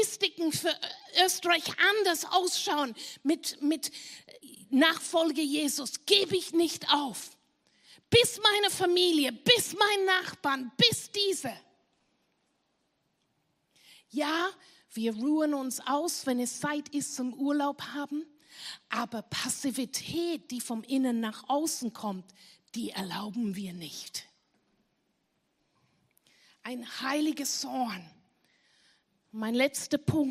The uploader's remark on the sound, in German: Gottesdienst live aus der LIFE Church Wien.